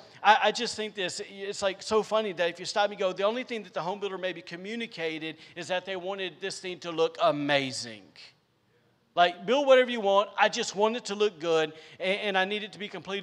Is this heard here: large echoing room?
yes